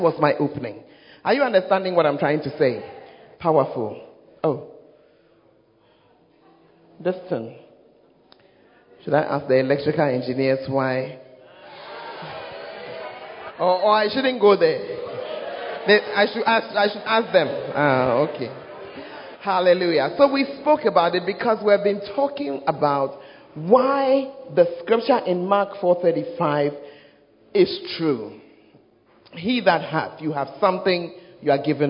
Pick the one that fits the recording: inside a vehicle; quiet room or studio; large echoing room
large echoing room